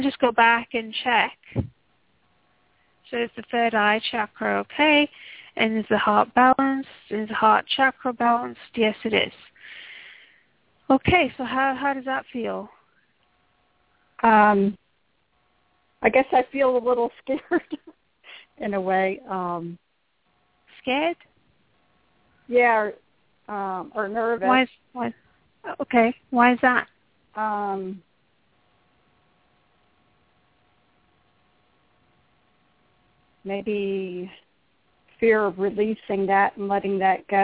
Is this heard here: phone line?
yes